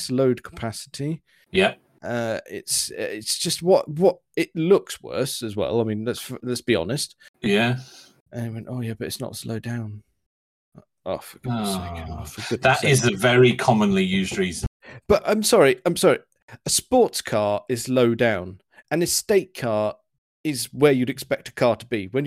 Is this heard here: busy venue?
no